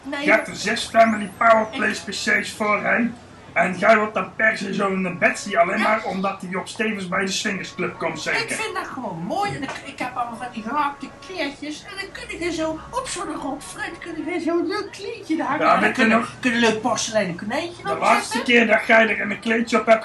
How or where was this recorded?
busy venue